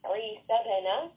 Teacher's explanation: ba is a letter of qalqala, so there is a bouncing sound